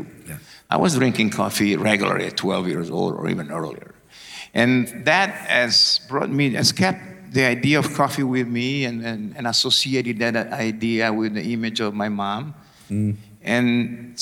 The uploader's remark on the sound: Recorded at the European Coffee Symposium 2023 in Barcelona. Recorded at the European Coffee Symposium 2023 in Barcelona.